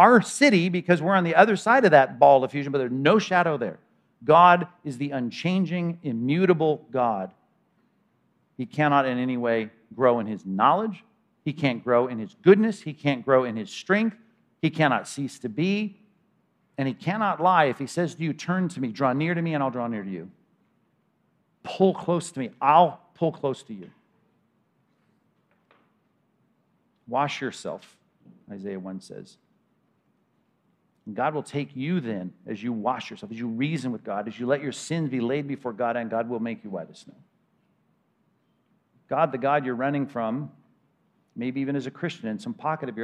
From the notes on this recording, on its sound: 2021 Anchored Men's Conference at Compass Bible Church: Session 2